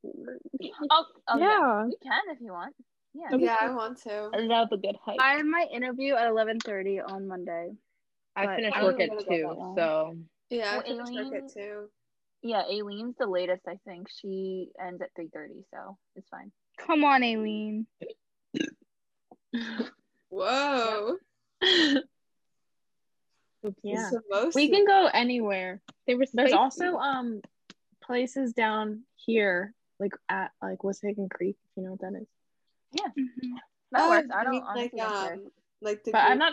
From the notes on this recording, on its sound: sorry about the bad audio, we're new at this and don't have the proper equipment yet